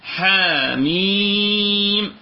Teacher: تعالوا بقى للصورة اللي فيها شوية فيها صعوبة في بدايتها، وهي سورة الشورى. حاميم، ادي الحاء مد طبيعي حركتين